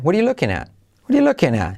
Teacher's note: el at, la T casi no se dice